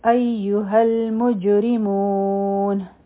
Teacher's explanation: په جیم باندې به قلقلا کو را به نری وایو